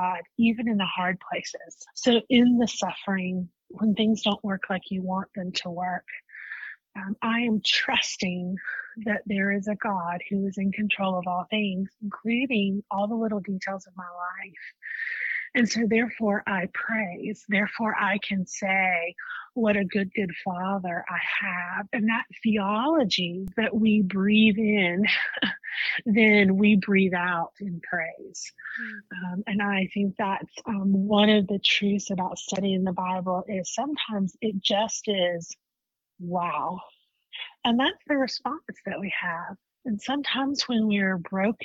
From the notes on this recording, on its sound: joins us by phone